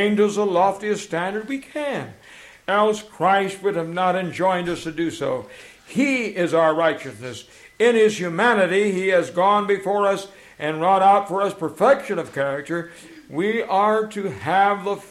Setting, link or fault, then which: setting, live audience